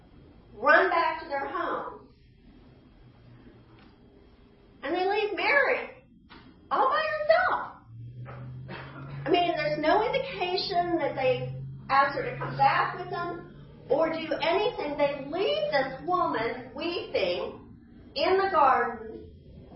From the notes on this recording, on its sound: Easter 9AM Service. Sermons preached at Church of the Good Shepherd, Maitland, Florida.